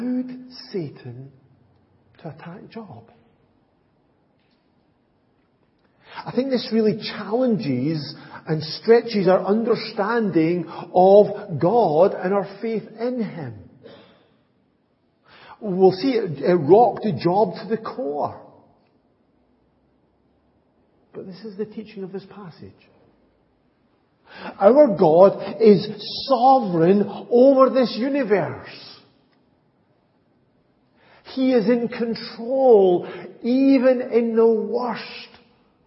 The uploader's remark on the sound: Audio recording of the Sunday morning Bible Teaching. At Enniscorthy Christian Fellowship, Enniscorthy, County Wexford, Ireland on 24th September 2023.